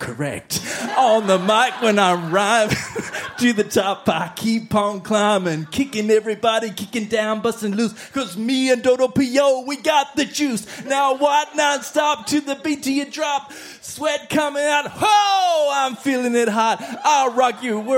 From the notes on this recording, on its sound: Recorded live at the Woodford Folk Festival.